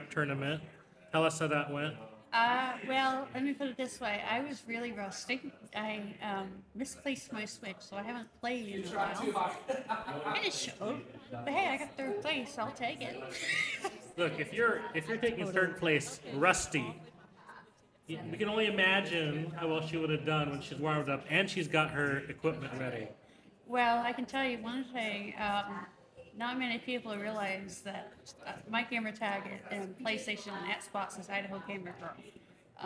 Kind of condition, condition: setting, busy venue